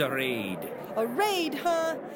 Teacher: Raid is a word that ends in a voiced alveolar stop. With a flick of my supersonic laser pointer, I will change the manner of articulation of that last segment from oral stop to nasal.